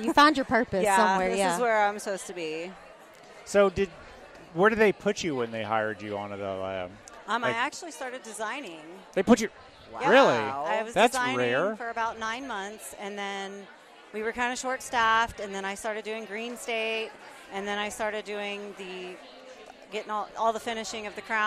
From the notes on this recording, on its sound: A collection of "Speed Recordings" we got during the "Speed Dating" at the Ladies of the Mill Summit. This week we bring you a collection of "Speed Recordings" we got during the "Speed Dating" at the Ladies of the Mill Summit .